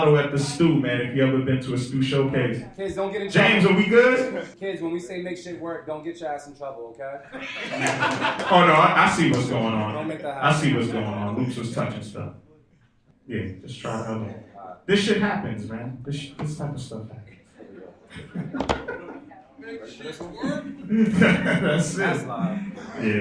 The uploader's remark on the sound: Live at Middle East Upstairs - Cambridge, MA. We had to do this episode live! Open the stage for producers, big and small, to pull up and play their beats live.